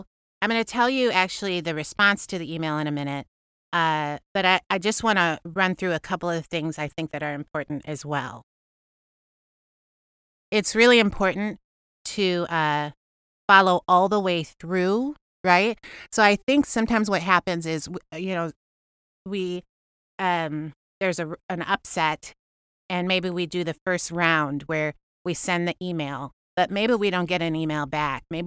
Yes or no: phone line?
no